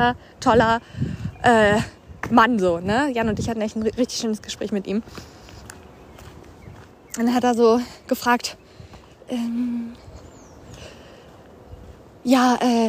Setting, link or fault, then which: setting, outdoors